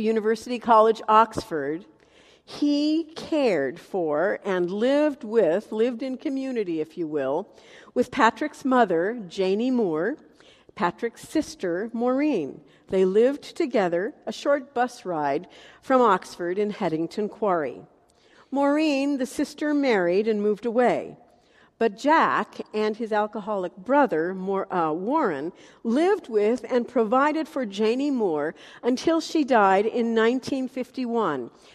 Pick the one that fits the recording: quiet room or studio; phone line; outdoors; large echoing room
large echoing room